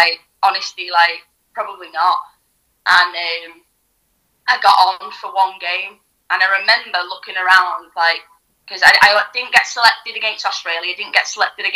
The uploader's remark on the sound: On the phone